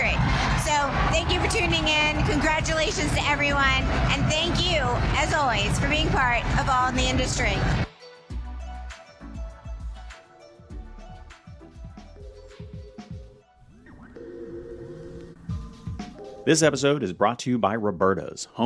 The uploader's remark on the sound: “On the Road” at the 2023 James Beard Awards in Chicago